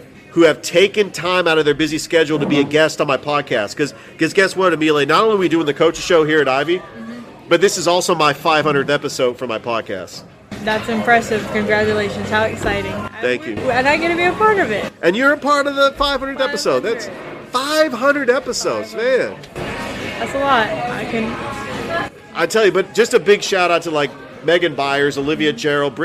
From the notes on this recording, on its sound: Live from Ivy Park Sports and Grill